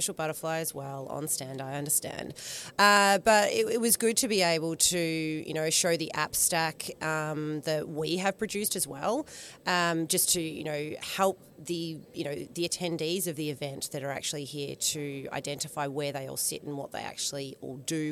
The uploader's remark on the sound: Live from Accountex 2023. At Accountex Australia!